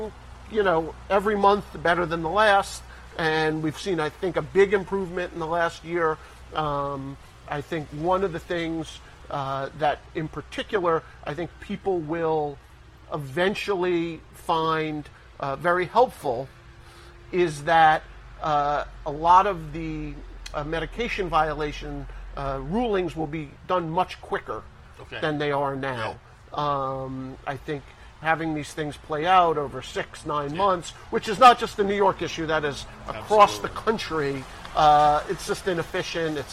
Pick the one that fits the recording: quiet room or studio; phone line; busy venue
busy venue